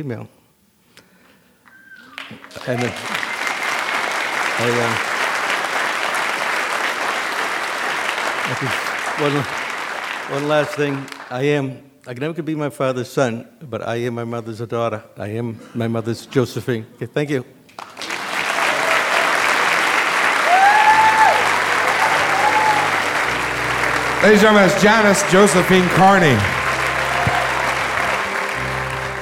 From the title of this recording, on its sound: Live in Iowa City